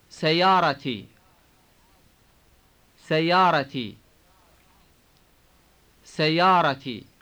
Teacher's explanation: If you want to say my car, you should add the T sound at the end of the word.